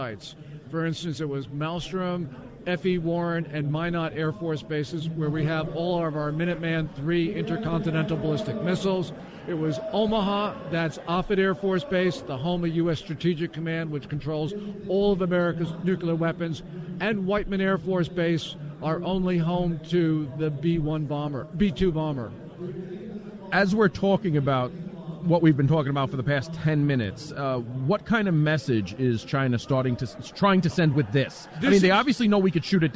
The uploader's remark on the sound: LIVE From CPAC